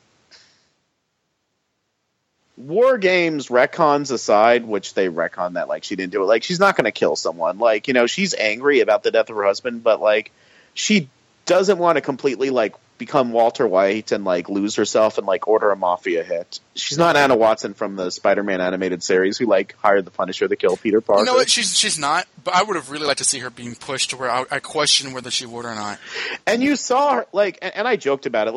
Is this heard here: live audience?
no